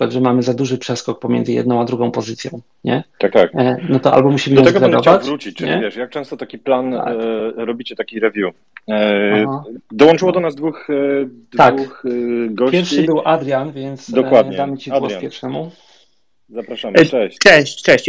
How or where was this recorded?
video call